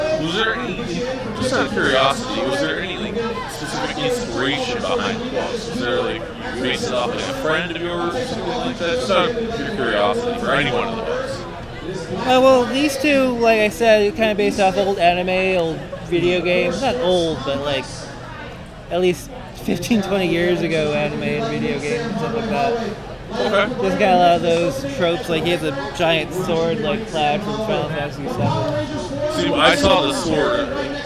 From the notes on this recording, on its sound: live at Geek Fest 2023